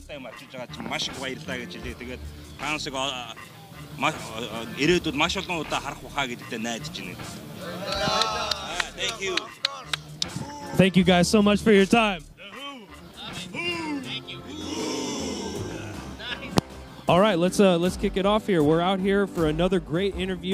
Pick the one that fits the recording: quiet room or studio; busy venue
busy venue